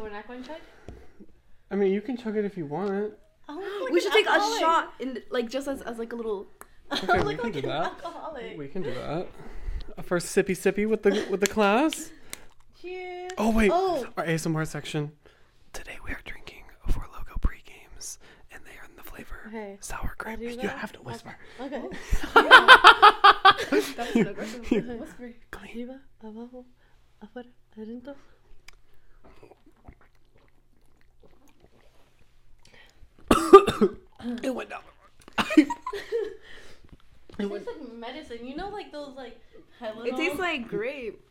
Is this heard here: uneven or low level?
yes